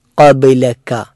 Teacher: മലയാളത്തിൽ ക, അതുപോലെ ഇംഗ്ലീഷിൽ കെ എന്ന അക്ഷരമുള്ളത് ഖബ്ലക എന്ന അവസാനത്തെ കാഫാണ്. എന്നാൽ തുടക്കത്തിലുള്ള ഖാഫ് അത് തൊണ്ടയുടെ മുകളിൽ ഭാഗത്ത് അണ്ണാക്കിൽ സ്പർശിക്കുന്ന രൂപത്തിൽ ഉച്ചരിക്കേണ്ട അക്ഷരമാണ്. ആ രണ്ട് കാഫും കാഫും തമ്മിൽ വ്യത്യാസമുണ്ട്.